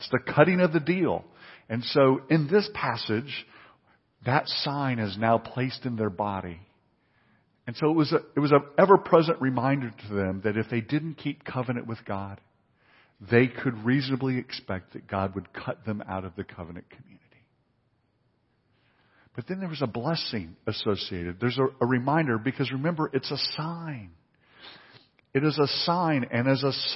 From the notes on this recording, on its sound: Sunday messages from Lake Oconee Presbyterian Church (PCA) in Eatonton, GA.